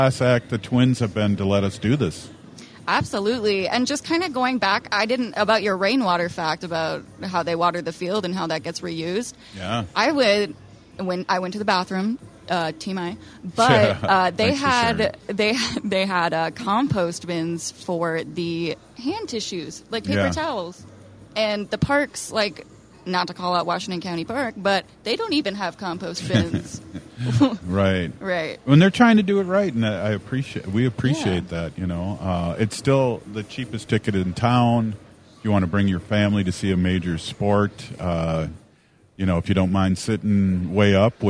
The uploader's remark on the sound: Tune in as we broadcast live from Target Field in Minneapolis for Native American Heritage Night!!